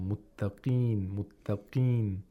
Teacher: Lil-muttaqina, the qaf has tafkhim. But at the lowest level.